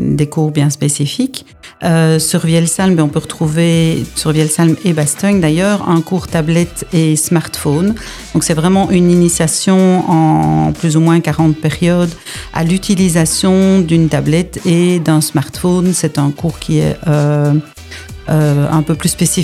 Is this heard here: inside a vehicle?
no